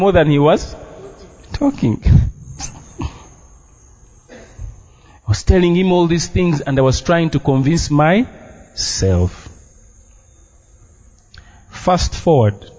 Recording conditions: large echoing room